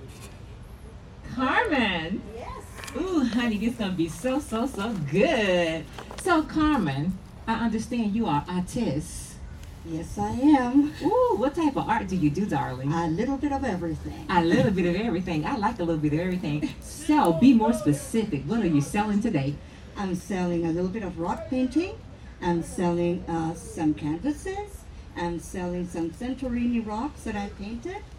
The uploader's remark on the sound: The …, a 501(c)(3) organization's fundraiser event, the "International Jazz Art & Blues Festival". At the Tuscawilla Art Park, Ocala Florida. The Ocala Arts & Entertainment Podcast conducted a set of live interviews at the event.